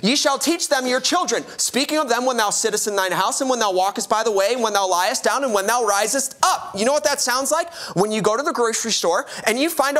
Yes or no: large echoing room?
yes